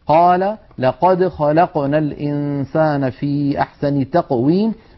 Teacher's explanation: أن القاف مجهورة وأنها شديدة كما أنها مستعلية